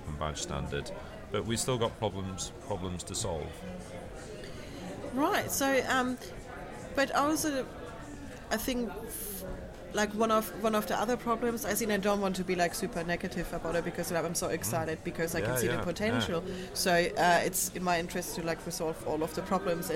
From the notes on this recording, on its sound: This interview was recorded at Mozilla Festival London 2013 for the #Airtime live event radio.